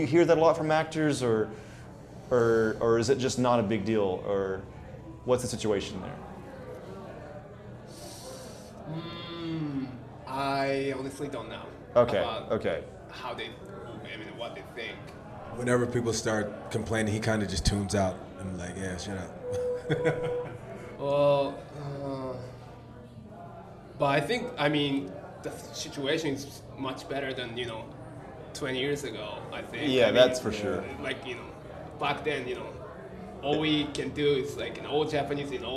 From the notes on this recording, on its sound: we recorded a special mini-episode at the Koreatown Japanese-English Language exchange group on-site